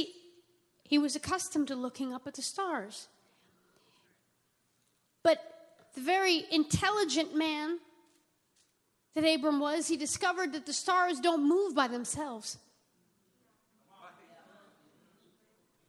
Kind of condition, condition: setting, large echoing room